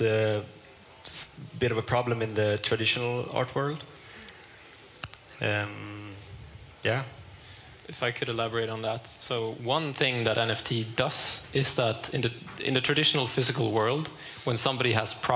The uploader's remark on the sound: Live at Stockholm Fotografiska